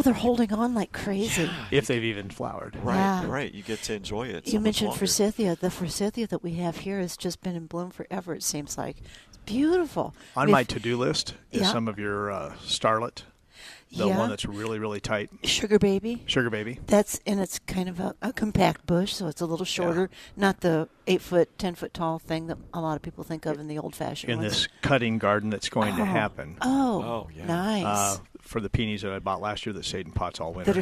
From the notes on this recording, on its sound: Every Saturday live from Prairie Gardens.